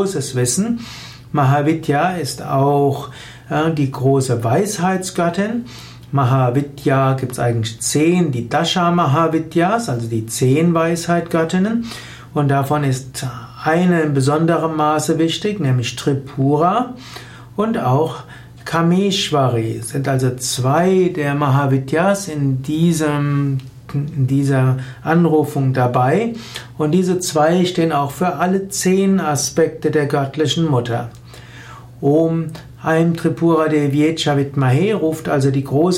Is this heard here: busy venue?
no